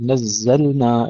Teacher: الصواب نزلنا إظهار اللام وإظهار النون بلا غنة فيهم